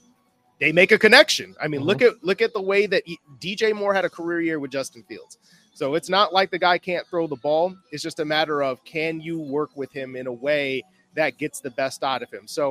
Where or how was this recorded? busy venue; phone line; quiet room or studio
busy venue